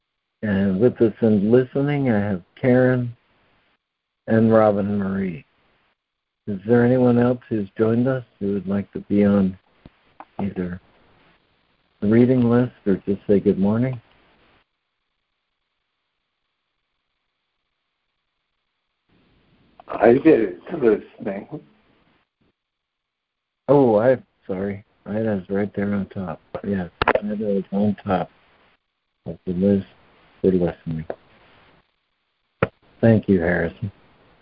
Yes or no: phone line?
yes